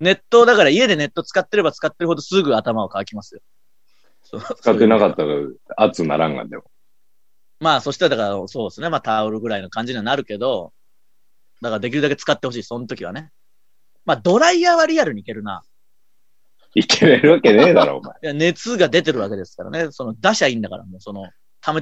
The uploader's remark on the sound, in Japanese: 今週は外に出かけようと思っていましたが、土砂降りなのでまたzoomです。